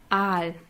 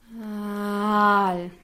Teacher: bei dem Wort Aal haben wir im Deutschen eigentlich diesen harten Stimmeinsatz · Shown in: first take · Das klingt so.